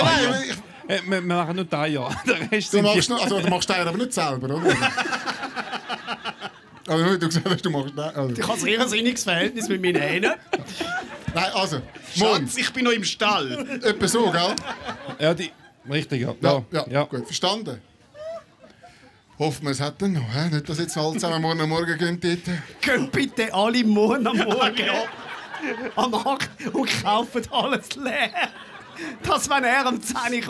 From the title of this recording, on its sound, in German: Die Quotenmänner live aus Kreuzlingen – mit Publikum!